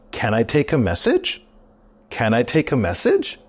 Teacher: there's a rising intonation at the end of this question.